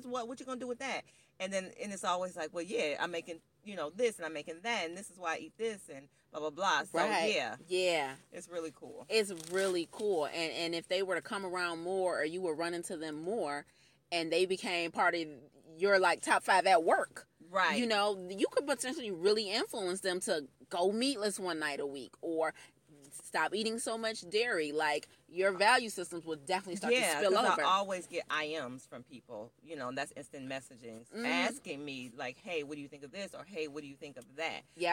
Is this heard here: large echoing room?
no